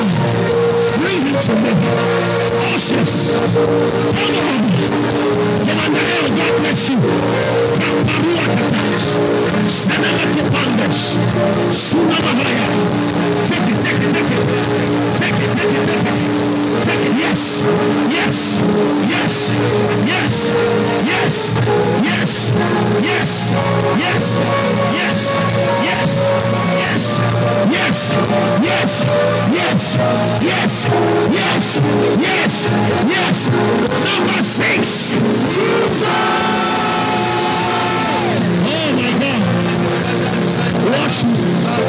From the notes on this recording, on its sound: Preached at the Spiritual Emphasis Week (First Quarter) All Night, Calvary Baptist Church, Adabraka